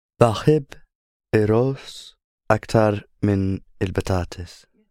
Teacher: r is one of the sounds that takes over the l of il